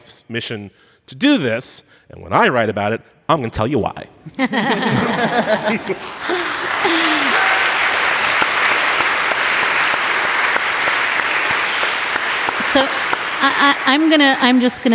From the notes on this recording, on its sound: Take your seats for a live show from Washington DC this week. This live show is part of Slate’s Full Court Press coverage. Listeners will hear the question and answer segment of the live show.